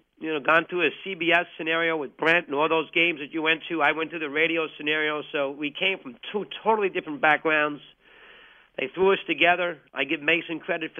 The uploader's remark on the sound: called in to say goodbye